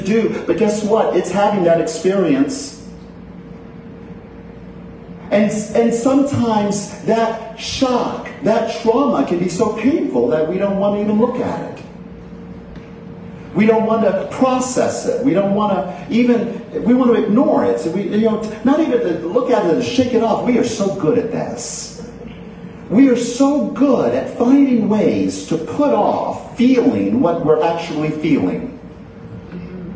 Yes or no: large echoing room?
yes